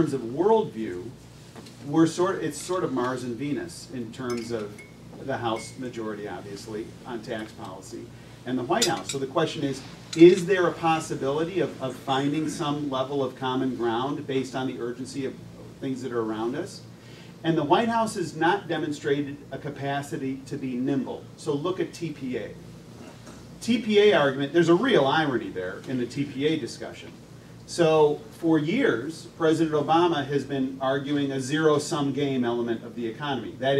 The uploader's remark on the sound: WASHINGTON, DC. Appeared at a breakfast meeting of The Ripon Society, delivering remarks.